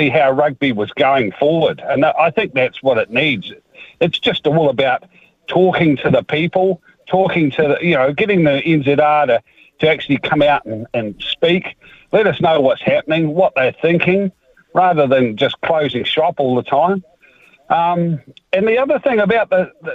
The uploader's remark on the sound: We've thrown the phonelines open